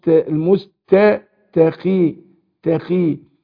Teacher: القاف هنا المكسورة، هنا بقى تاخد ادنى درجات التفخيم